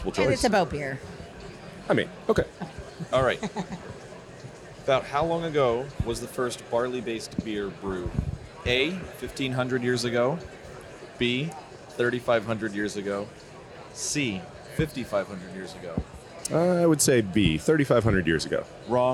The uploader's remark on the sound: We're LIVE from the tradeshow floor at Craft Brewers Conference 2023 in Nashville! We’re doing rapid-fire trivia with brewers, vendors, and CBC-goers.